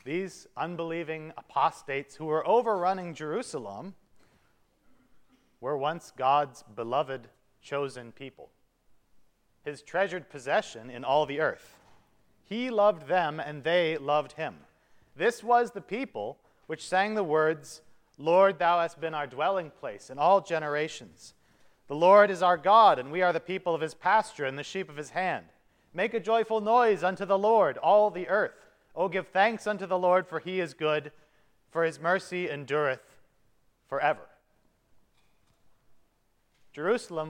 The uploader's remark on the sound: the service for the Tenth Sunday after Trinity at Grace Evangelical Lutheran Church, Lexington, MO.